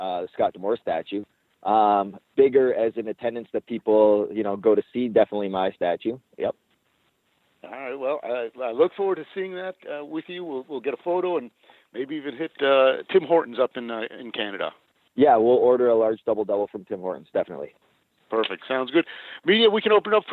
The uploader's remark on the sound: Impact Media Call. Impact Wrestling Media Call.